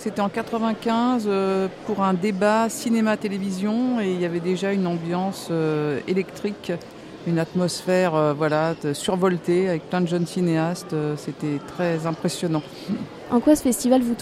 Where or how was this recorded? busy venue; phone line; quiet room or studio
busy venue